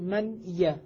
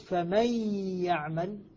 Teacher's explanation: فإذا أدغمت النون في الياء قلت فمن يعمل، نطقت بالحرفين حرفا واحدا فأصبحت هنا ارتفاعة واحدة بدل ارتفاعتين · Shown in: second take